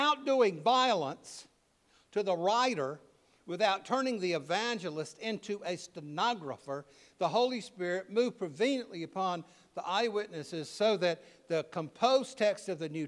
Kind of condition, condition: setting, large echoing room